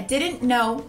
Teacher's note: o T normalmente se torna mudo quando a próxima palavra tem uma consoante